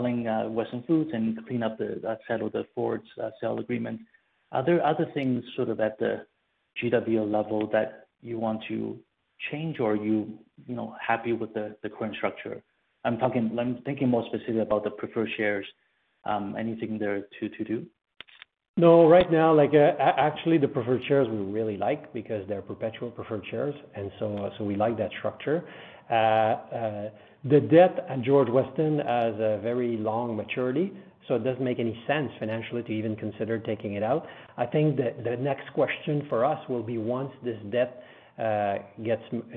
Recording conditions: phone line